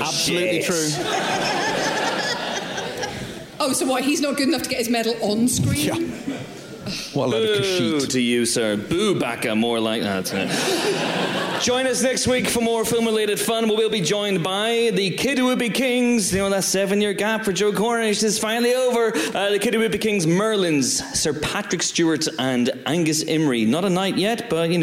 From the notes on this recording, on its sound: joined by a sell-out crowd at Kings Place in London earlier this week for a raucous live podcast